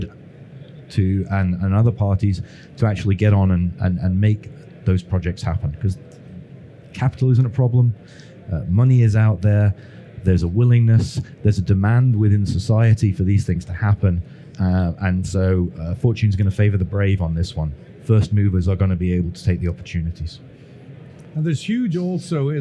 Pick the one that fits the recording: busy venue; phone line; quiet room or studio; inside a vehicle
busy venue